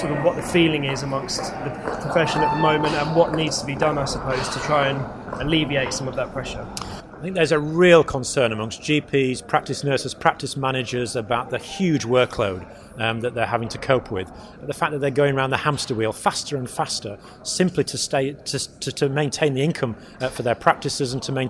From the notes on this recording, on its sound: recorded at the National Association of Primary Care's annual Best Practice conference